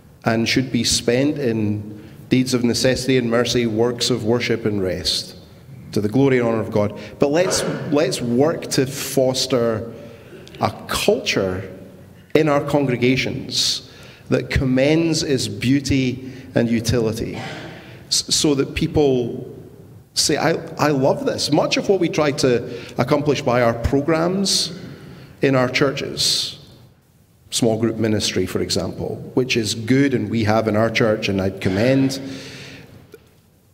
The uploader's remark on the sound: This recording is from the 2023 Gospel Reformation Network Conference held in Charlotte, NC in May.